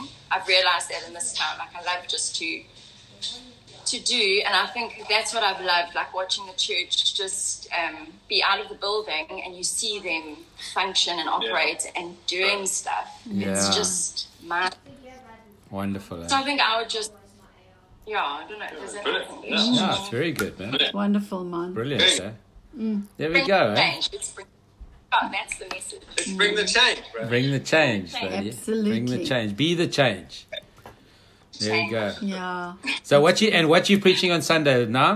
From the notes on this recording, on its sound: on our recent Insta Live